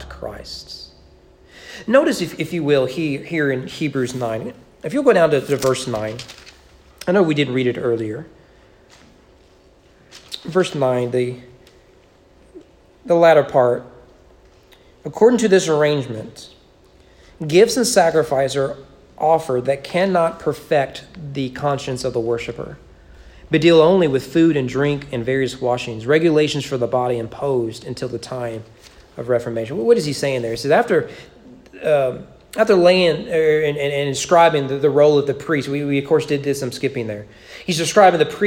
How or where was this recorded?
large echoing room